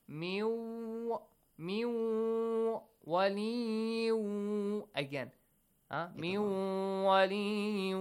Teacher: min nun sakin plus waw. Idgham. Merge the sounds.